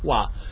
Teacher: He pronounced it as wa, which is the Arabic pronunciation and probably the original Hebrew pronunciation.